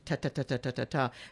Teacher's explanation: Your tongue is tapping, tapping, tapping like above your front teeth.